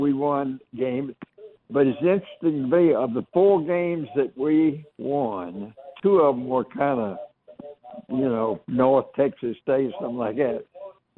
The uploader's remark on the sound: we get your thoughts and take your phone calls.